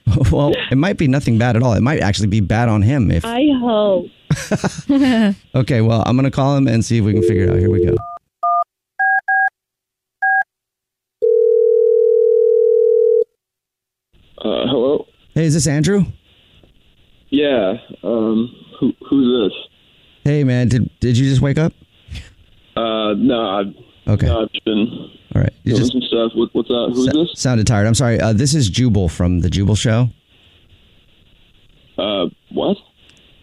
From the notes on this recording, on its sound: We get that other person on the phone